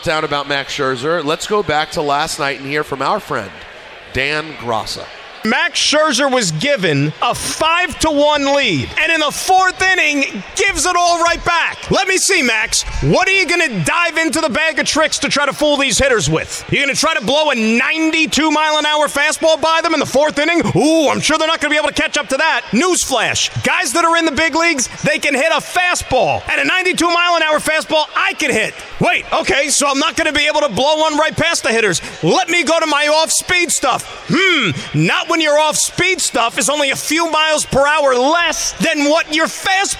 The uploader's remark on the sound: live from K Korner Bar in Citi Field